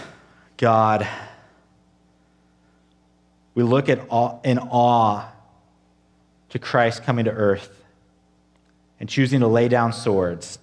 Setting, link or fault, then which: setting, large echoing room